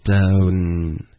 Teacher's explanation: Okay.不要用后鼻音，要用一个 n 的音 down，舌尖得顶上去上颚，不是一个 ng 的音